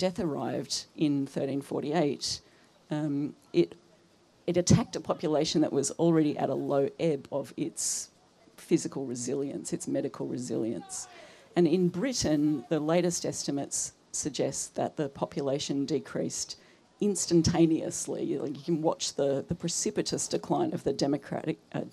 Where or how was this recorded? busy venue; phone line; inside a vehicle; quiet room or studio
busy venue